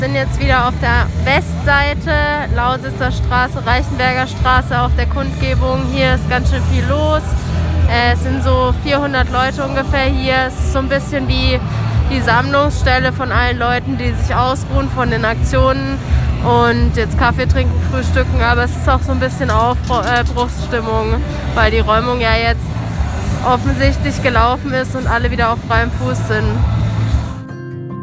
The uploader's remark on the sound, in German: Unsere Live-Berichte zur Räumung zum Nachhören.